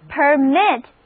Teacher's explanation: 单词 PERMIT permit 重音还是放在第二个音节上。Read after me 就是 permit，意思就是向谁发送给予许可的证明，所以就是允许、准许。这里需要注意的是，如果我们把重音放在第一个音节上，单词读作 permit 的时候，这个单词就变成一个名词，意思是通行证、执照，意思是允许的名词。还有一个是 permission，P-E-R-M-I-S-S-I-O-N，permission，例如没有允许任何人不许入内，这句话就是 without permission nobody can goinside， without permission